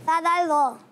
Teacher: ज़बान का सिरा और ऊपर के दांतों के अंदरूनी किनारे से · Term: उर्फ़े लिसाविया